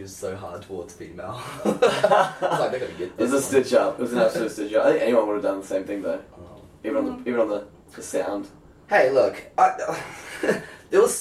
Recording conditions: poor microphone